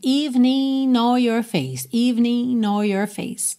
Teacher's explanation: Uma coisa interessante aqui, esse evening termina em G, mas o G não é pronunciado. Muitas gravações já ligam o N de evening, o N final de evening no or your face. Então, a gente tem evening, or your face. · Term: ligação